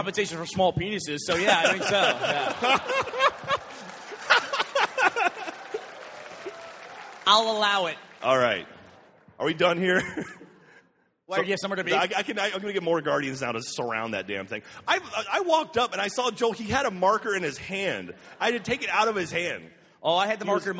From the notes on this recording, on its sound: RT does it live from RTX 2013!